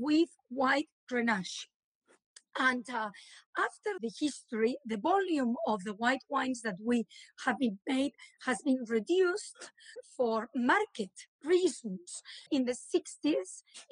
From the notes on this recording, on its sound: recorded on instalive during the pandemic